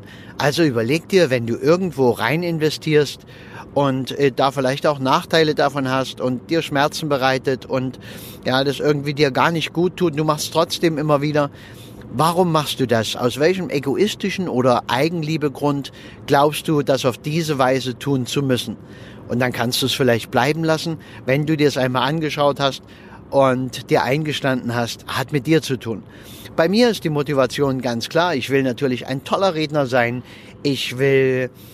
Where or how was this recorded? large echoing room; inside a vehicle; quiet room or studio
inside a vehicle